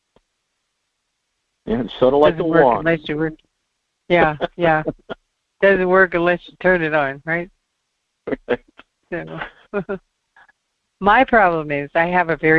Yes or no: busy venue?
no